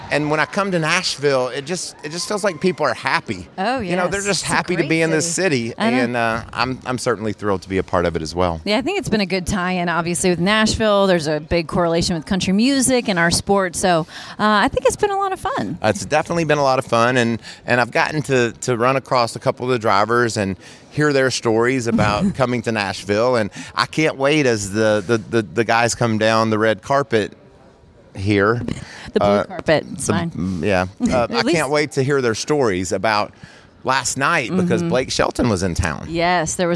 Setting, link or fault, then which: setting, busy venue